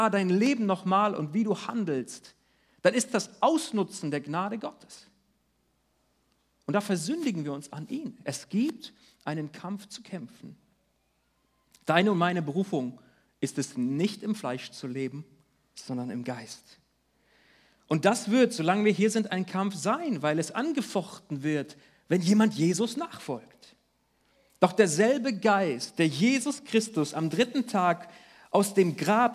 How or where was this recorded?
large echoing room